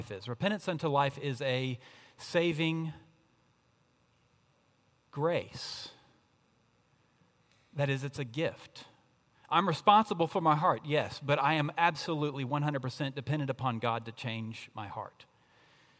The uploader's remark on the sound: At Redeemer Presbyterian Church in Charleston, SC